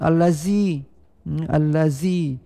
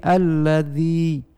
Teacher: Di sini terbentuk ya lafaz huruf ada tersentuh ujung lidah secara pengucapannya dengan sentuhan ujung lidah dengan gigi atas pada bahagian belakangnya · Shown in: second take · Term: zal